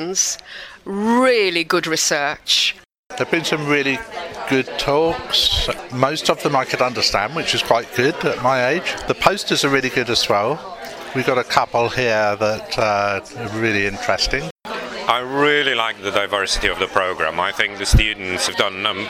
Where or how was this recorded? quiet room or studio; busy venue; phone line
busy venue